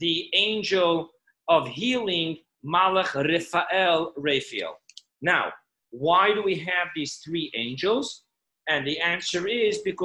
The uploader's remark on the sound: Zoom Class 5781